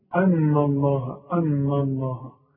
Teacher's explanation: رقق النون وفخم لفظ الجلاله